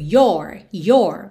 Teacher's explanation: no your possessivo, especialmente no inglês americano, esse O é mais aberto